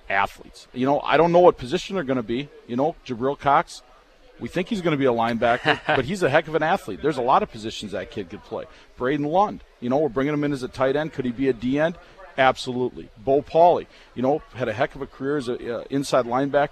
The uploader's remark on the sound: live from the Ramada